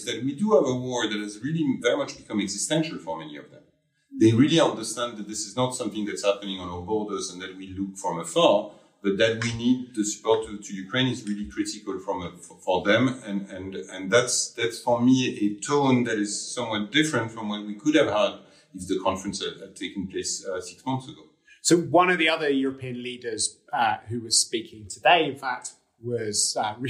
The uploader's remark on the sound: Live from the Munich Security Conference